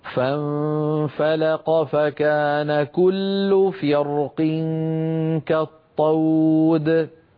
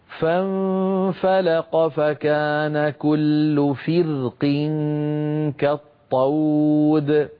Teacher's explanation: الكسرة التي قبل الراء تشد الراء إلى أسفل يعني نحو الترقيق · Shown in: second take · والقاف صارت ضعيفة لأنها هي مكسورة. · Term: مرققة